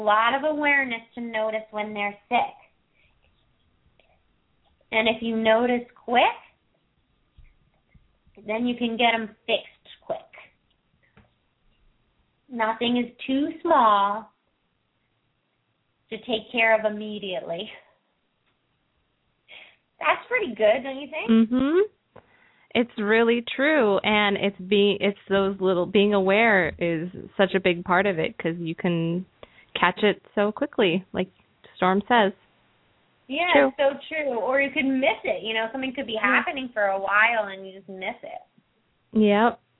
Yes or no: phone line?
yes